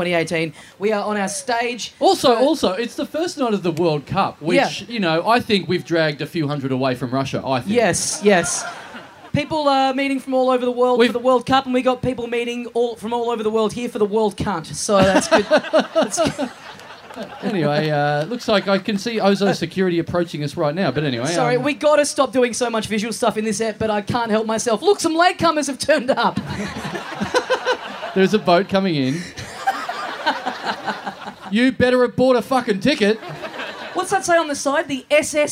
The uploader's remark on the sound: We are live from the 2018 Koh Samui International Podcast Festival, talking shit on the beach in front of an audience of over two hundred people who've come on this insane trip with us!